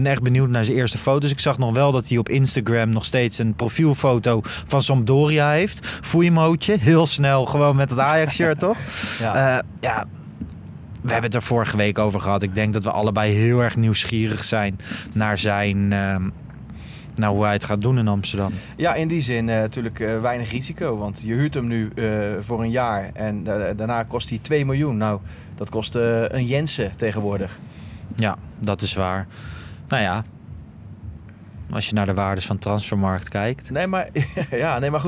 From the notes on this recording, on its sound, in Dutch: Vanuit de Johan Cruijff ArenA! Onze apparatuur wordt mede mogelijk gemaakt door de vrienden van Blue Microphones.